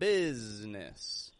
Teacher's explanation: The S changes to a Z and the I that's in the middle disappears altogether. I'm not saying business, business, but business.